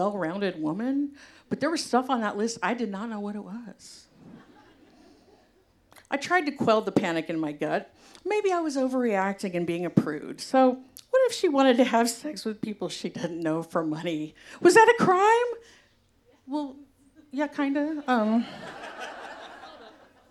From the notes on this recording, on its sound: a live show debuting just a minute ago in May of 2022